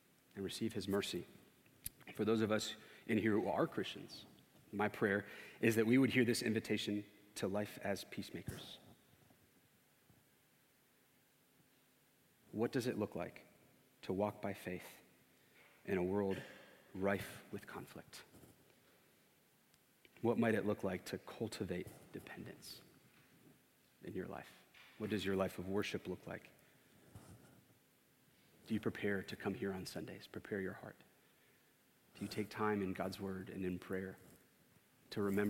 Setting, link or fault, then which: setting, large echoing room